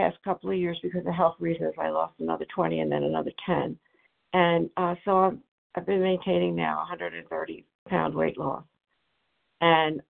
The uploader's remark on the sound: 100 Pounders Phone Meeting